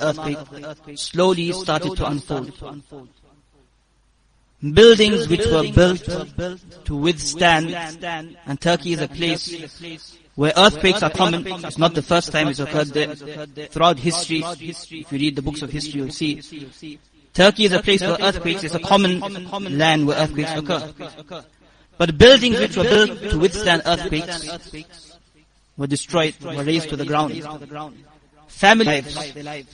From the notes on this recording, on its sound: Jumuah lecture